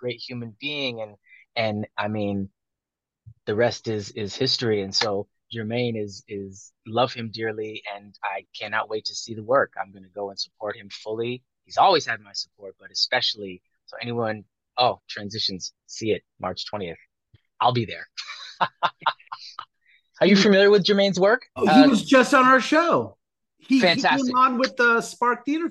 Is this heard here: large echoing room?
no